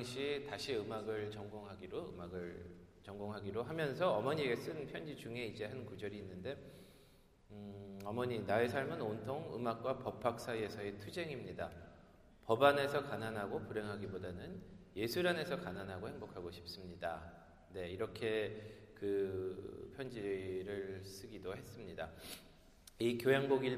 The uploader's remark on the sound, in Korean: 토요콘서트 실황